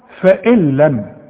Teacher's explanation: اسقط النون من النطق · Term: إدغام كامل بدون غنة